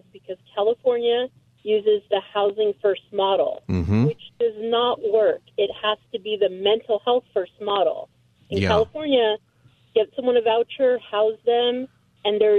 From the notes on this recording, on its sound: open phone Friday taking calls on any topic